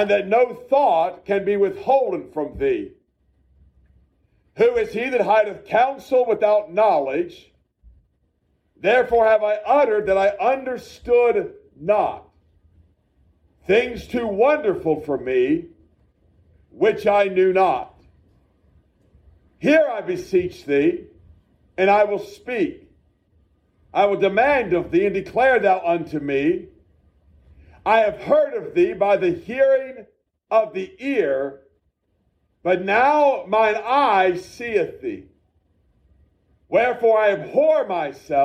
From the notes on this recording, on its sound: A message preached at Shippensburg Independent Baptist Church.